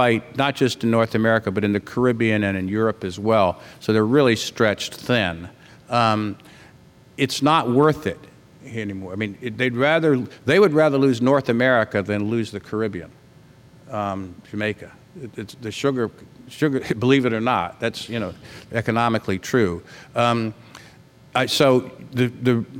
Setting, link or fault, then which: setting, live audience